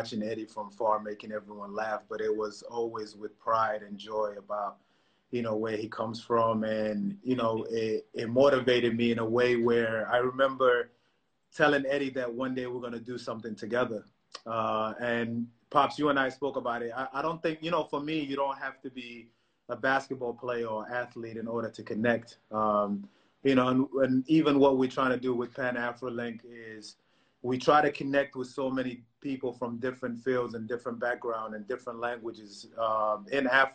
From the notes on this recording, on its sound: Whilst the world is locked down during the coronavirus pandemic.